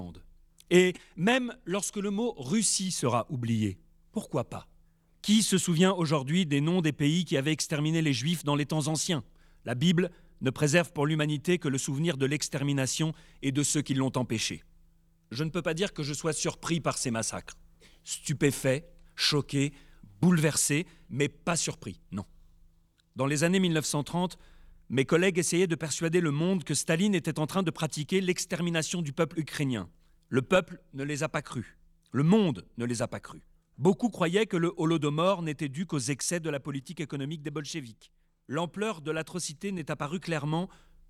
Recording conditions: large echoing room